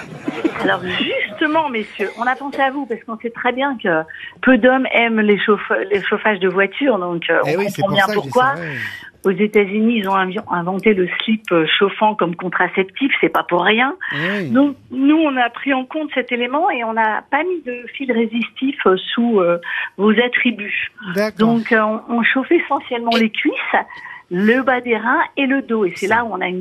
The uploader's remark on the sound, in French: Les Grosses Têtes ont eu au téléphone ce 4 janvier